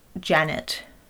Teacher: you can hear how her vowels are just a little bit higher up in her mouth · Term: slightly overshoots